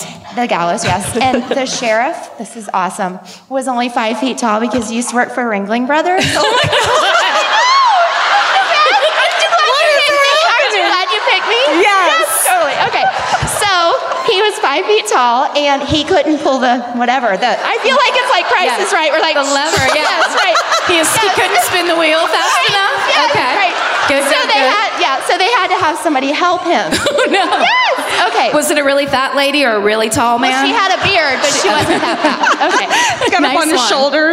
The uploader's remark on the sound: Live at the W. L. Lyons Brown Theatre in Louisville